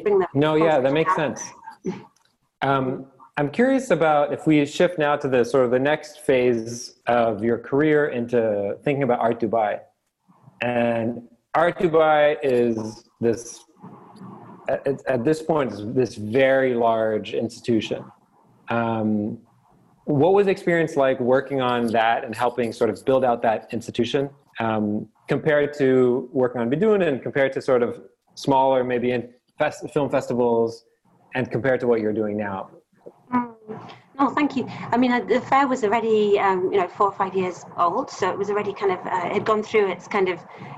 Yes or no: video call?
yes